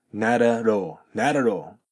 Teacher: have any trouble finding our office?11番 No, not atall。not の t と a、この場合 t がイレギュラーでしたよね。そうすると t と母音がくっつくと soft d に変わる。